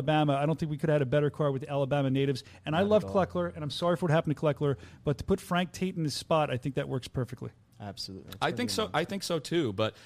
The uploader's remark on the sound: Bare Knuckle Fighting Championship show is live from Birmingham, AL!